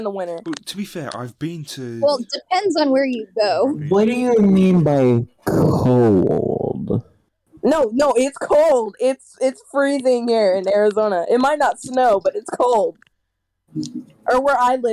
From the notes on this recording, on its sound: This is an audio hate crime. We're sorry to the headphone users listening to this.